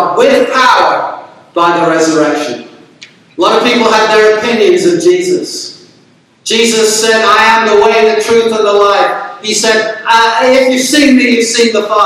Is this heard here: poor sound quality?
yes